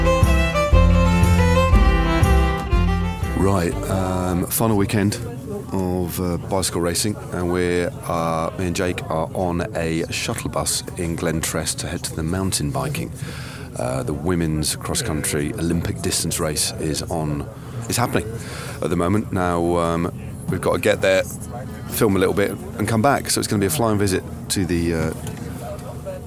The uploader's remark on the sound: Recording clips at the 2023 UCI Cycling World Championships in Glasgow. In the company of several Belgians. At the Road Race finishing circuit. Enjoys an irreplicable atmosphere at the Cycle Ball.